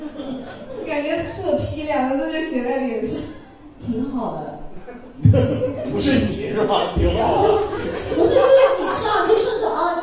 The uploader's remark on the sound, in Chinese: 邀请朋友和观众们一起录制的播客节目。